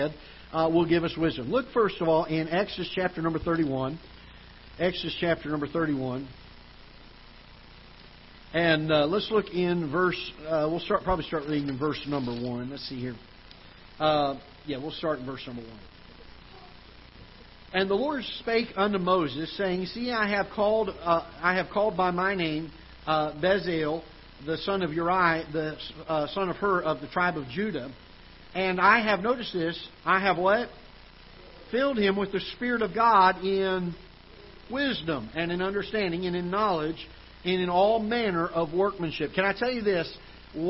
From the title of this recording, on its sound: Ketha Heights Baptist Church ~ Live Broadcast